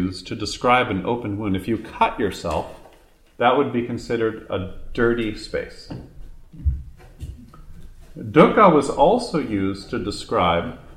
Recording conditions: live audience